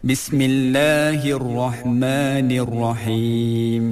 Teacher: Okey, pertamanya okey, ha baris bawah tu nak masuk dalam ra tu. Ra tu jangan bergetar banyak sangat.